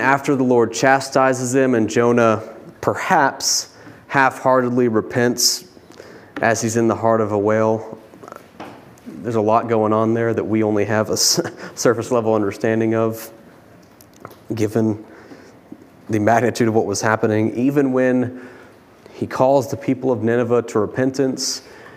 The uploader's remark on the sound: preached this sermon from the pulpit of Grace Community Church in Berea, KY on Sunday, May 15, 2022.